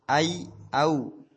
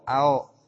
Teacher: Bunyinya ke i dan ke u. Ya, jangan sampai ke e, ae. Jangan. Atau ke o · Shown in: first take · ao. au hai na gitu ya. · Term: lin